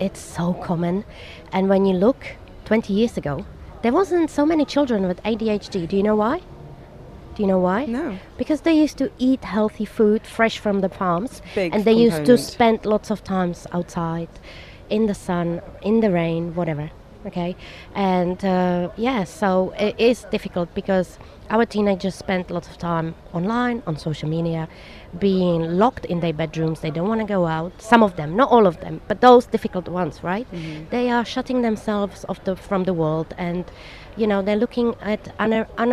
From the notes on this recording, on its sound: Joining us Live at Dubai Duty Free Tennis